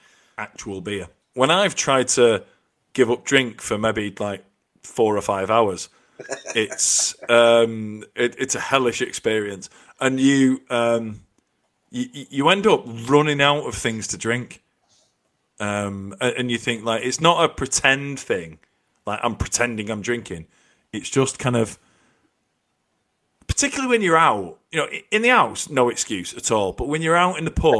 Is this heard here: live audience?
no